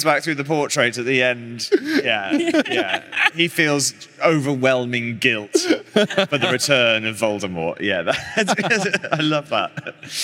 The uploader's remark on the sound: Live from LeakyCon Orlando 2022